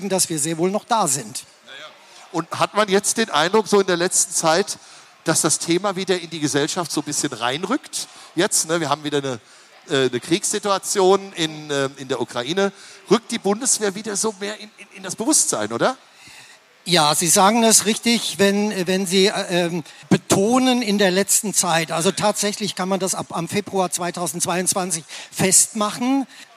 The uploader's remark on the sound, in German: Live auf der Hessentagsbühne im Bundeswehrzelt.